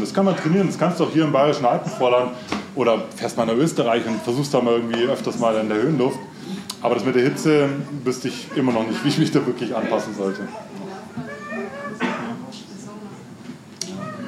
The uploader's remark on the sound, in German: Book Release Party Replay. Live-Mitschnitt. Book Release Party im A Little Lost in München.